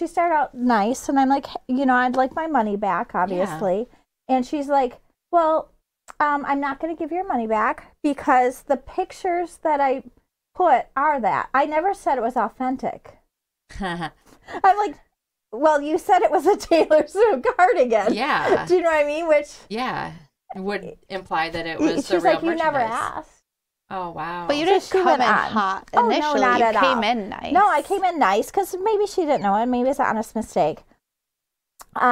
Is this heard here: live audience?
no